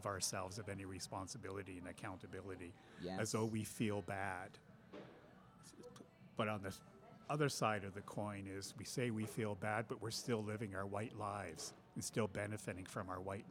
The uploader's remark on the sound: The two record this episode at a coffee shop they have codified as "Karen Central." Several White people leave that corner of the coffee shop due to racial tensions.